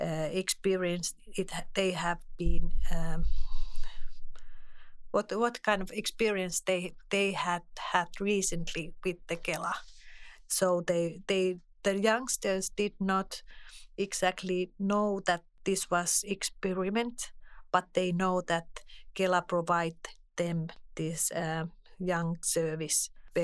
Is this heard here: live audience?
no